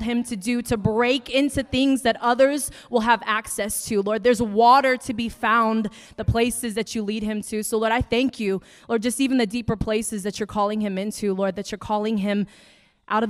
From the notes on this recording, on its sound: preaching at the Deeper Conference hosted by Home Church in Long Island, NY.